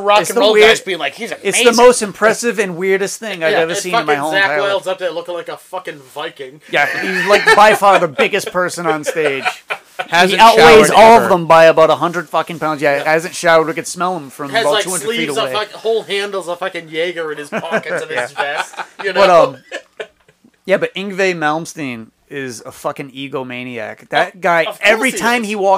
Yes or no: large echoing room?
no